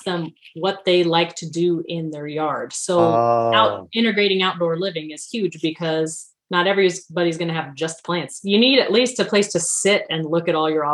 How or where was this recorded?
video call